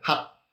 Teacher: hot 感觉就是戛然而止，但它其实是摆了 T 的口型，但是没有发音 · Term: 不爆破